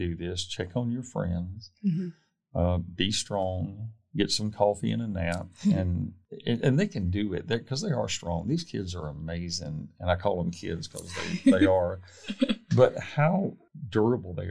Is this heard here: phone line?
no